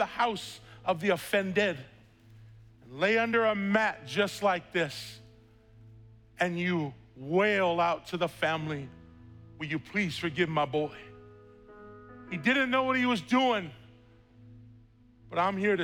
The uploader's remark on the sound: was preached on August 1st at the 11:30AM service.